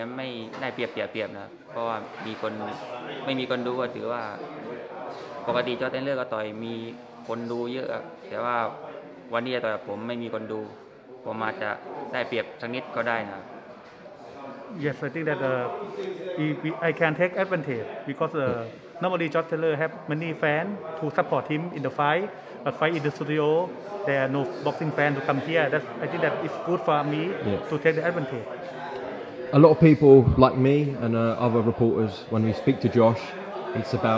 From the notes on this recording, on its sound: Live press conference